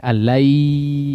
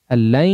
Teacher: Melibatkan khayshum. Idgham bighunnah. · Shown in: second take